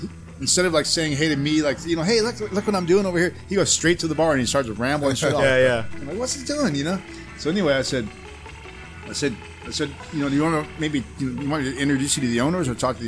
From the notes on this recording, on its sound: On this episode we come to you live from The Bamboo Club in Long Beach, California.